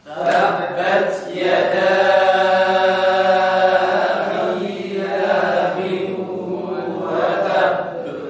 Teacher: Ya abi lahabin ada idgham di gunnah, gunnah yang dipanjangkan.